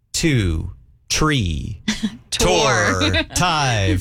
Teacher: he had a hard time saying the TH sound. So it wouldn't come out three. It would come out T. Mm-hmm. Or the F sound would also come out as a T.